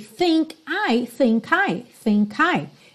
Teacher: think termina em K, a próxima palavra é I, vogal. Naturalmente você vai ligar